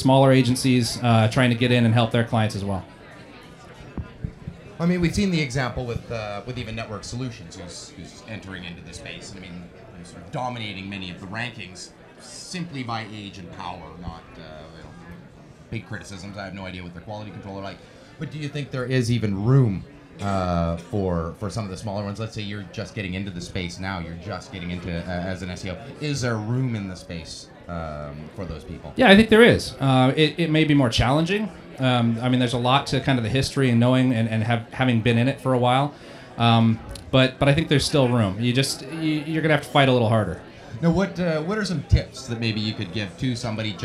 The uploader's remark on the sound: SES New York 2007 On Location. Live from the show floor.